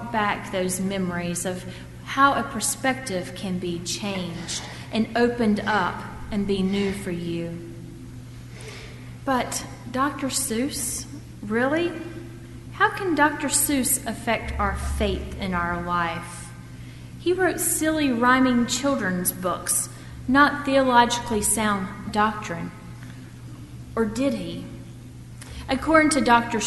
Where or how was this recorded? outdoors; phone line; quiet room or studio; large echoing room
large echoing room